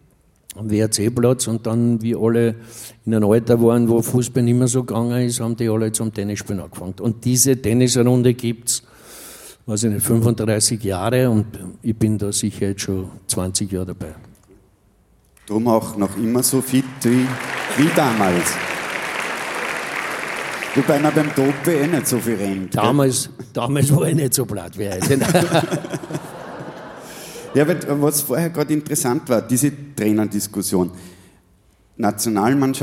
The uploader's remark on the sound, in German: Auf dem roten Stuhl LIVE SHOW